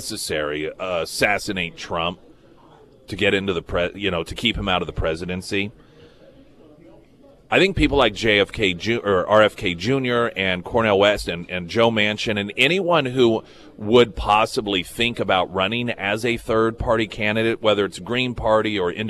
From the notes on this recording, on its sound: live at Scramblers Diner